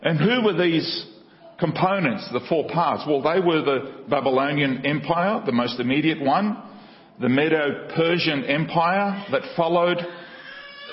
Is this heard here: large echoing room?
yes